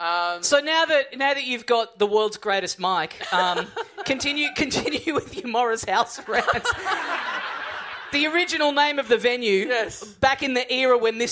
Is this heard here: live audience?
yes